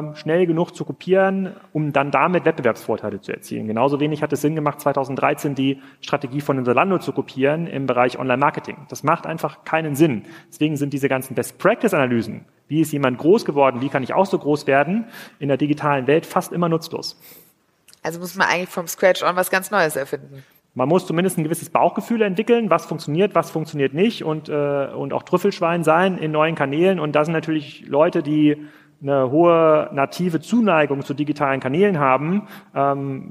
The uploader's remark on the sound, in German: live vom POL